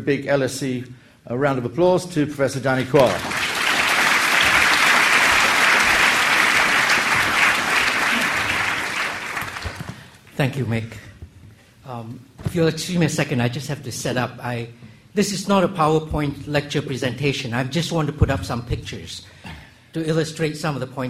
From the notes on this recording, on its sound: public lecture hosted by LSE Summer School